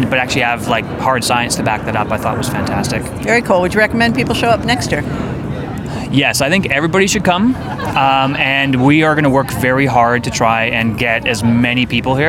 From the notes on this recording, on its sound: Went into the crowd at the San Diego Pain Summit on the last day to get the attendee's views on the Pain Summit this year.